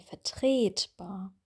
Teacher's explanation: das Wort vertretbar betont man auf dem E, vertretbar.